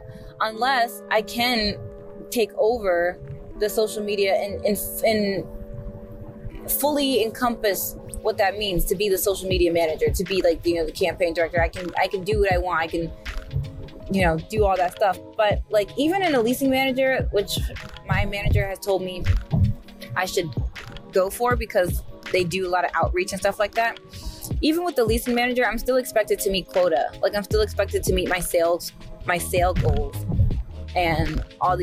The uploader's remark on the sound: Sorry for the audio quality in this episode, I was in my car